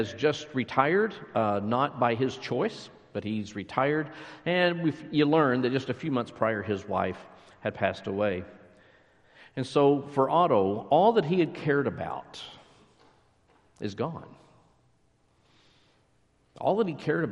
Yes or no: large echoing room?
yes